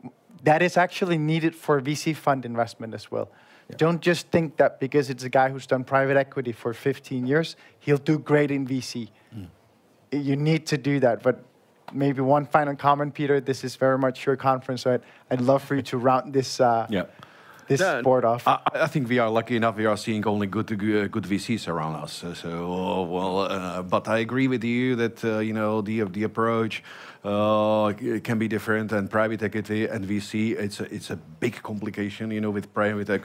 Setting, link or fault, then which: setting, busy venue